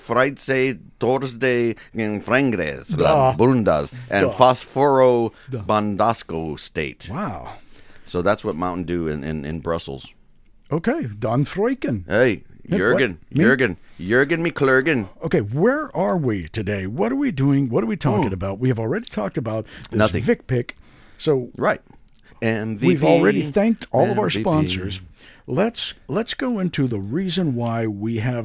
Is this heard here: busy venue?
no